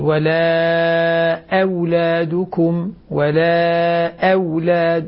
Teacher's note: تحقيق الهمزة وبعدها واو، أيضا لابد من تحقيقها، بعدها لام مرققة، يعني إعطاء كل حرف حقه.